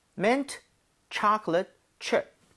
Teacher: Chocolate 할 때는 앞에 O의 강세가 가죠. 그러면서 입 모양이 좀 벌려지겠죠. 예. So, 초콜릿보다는 초콜릿에 가깝고요.